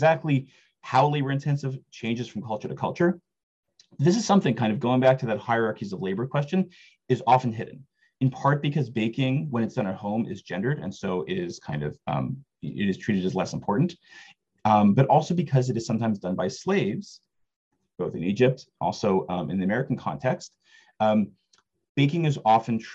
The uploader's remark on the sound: This audio was originally captured from Zoom